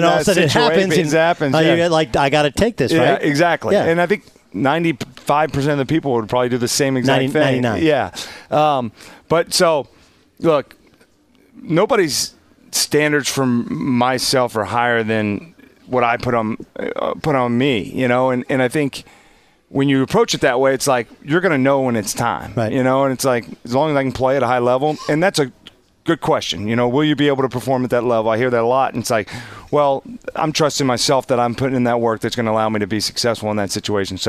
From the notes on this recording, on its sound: live from Dallas Cowboys Training Camp from Oxnard, CA